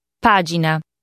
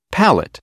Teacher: The sound of the letter P in Italian is similar to that in the English word pen, though without the aspiration or slight puff of air one hears in English. · Shown in: first take